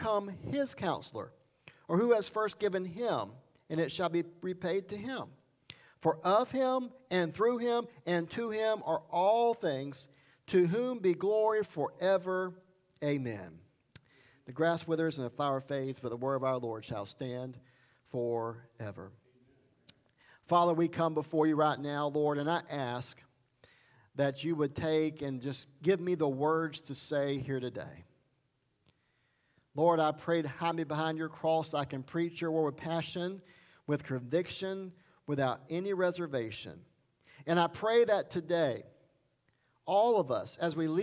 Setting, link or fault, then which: setting, large echoing room